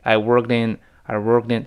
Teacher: worked 本来是 worked，后来呢 worked 跟 in 连读，但 worked in workedin，因为 worked ed 应该理论上发 t 就清辅音 t，因为 k 本身是个清辅音，后面再加呃 ed 应该都 worked，但那个 t 跟 in 连读变成 workedin，又会浊化了，它自己就又浊化回来了，又 t 又变成 d 了。I workedin。，I workedin，非常轻的一个连读加括号，可不能用力气，不能说 I workedin， I workedin。那吓别人一跳，那 I workedin， I workedin，非常轻的连在一块儿。I